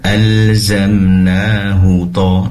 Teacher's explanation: hak domir di sini tidak dibaca panjang, cepat saja alzamnahu to, langsung ke to hu to irahu.